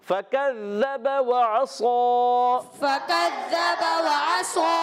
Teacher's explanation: सौद मोटा करेंगे उसका अलिफ बाद में बारीक करें